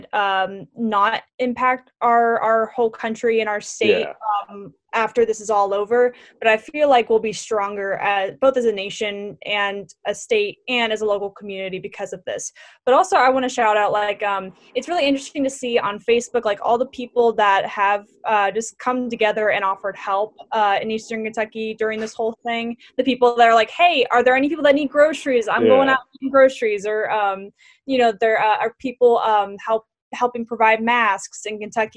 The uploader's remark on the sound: Meet via Zoom.